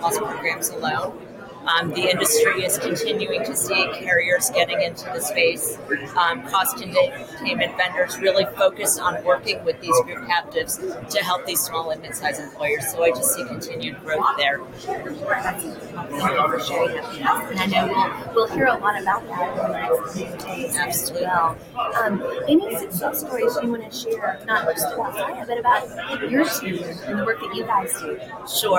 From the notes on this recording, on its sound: Live at the SIIA 2022 Engage Conference